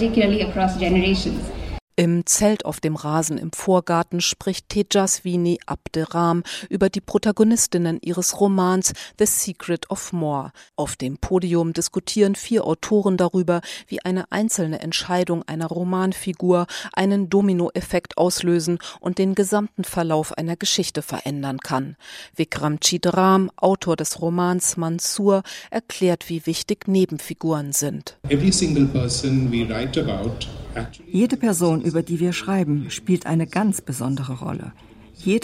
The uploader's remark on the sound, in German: Reportage vom größten Literaturfestival der Welt im indischen Jaipur.